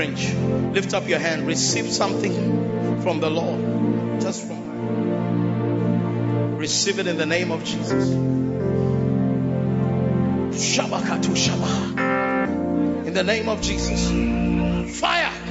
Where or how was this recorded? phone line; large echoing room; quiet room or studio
large echoing room